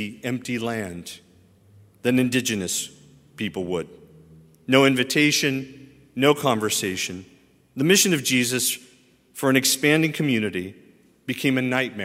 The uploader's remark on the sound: at Highland Baptist Church, Louisville, Kentucky